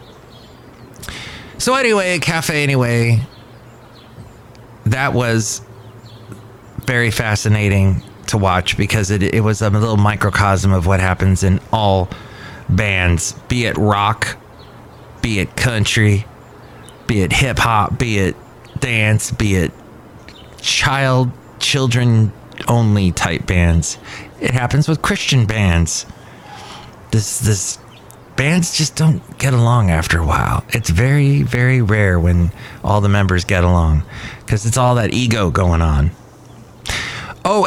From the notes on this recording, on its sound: podcasts live from Café Anyway